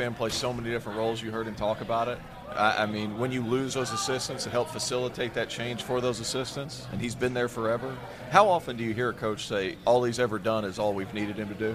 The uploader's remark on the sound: AFTER DARK live from New Orleans!